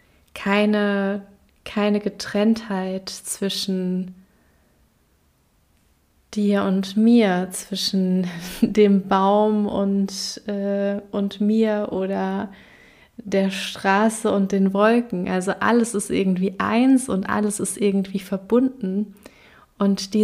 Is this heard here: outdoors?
no